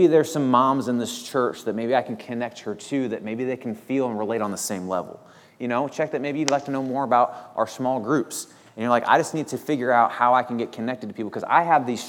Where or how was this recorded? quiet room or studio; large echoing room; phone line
large echoing room